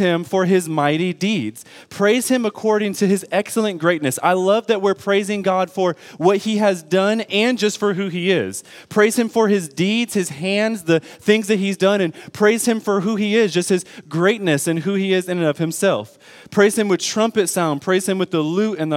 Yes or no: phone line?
no